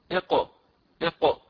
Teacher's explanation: يكون اللسان في أقصاه، أقصى اللسان قد يعني لامس الحنك الأعلى مع استعلاء اللسان، إذا هذاك أو ذلك المكان هو مخرج القاف.